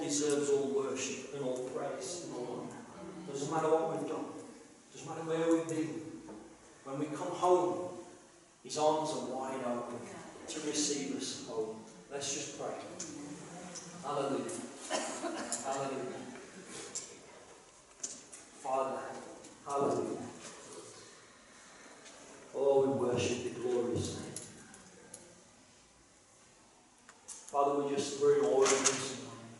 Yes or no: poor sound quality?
yes